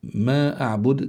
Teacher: كلمة أعبد بسبب الوقف تسكن الدال، وإذا سكنت الدال صار عندنا قلقلة